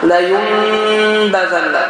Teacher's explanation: Birinci qrup alimlər deyirlər ki, qiraət alimləri, iqləb zamanı dodaq tam bir şəkildə bağlanır.